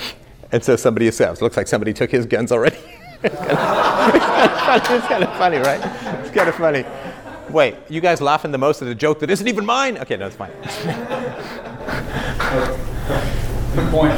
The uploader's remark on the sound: This is an exclusive live 2 hour workshop filmed in Orlando Florida by 21 Studios at The 21 Convention World Event.